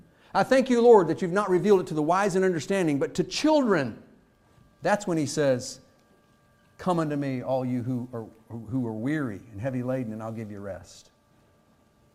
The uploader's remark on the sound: Fuquay-Varina church of Christ sermon audio from Sunday, February 26, 2023.